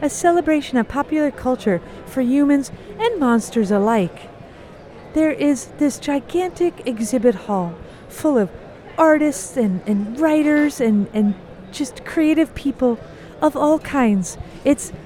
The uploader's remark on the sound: Special Minisode from San Diego Comic-Con! This week is really something special, a series of recordings from the floor at SDCC!